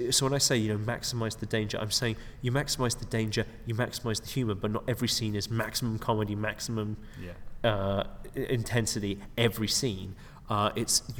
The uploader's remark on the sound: Recording at the McKee Story Seminar in London.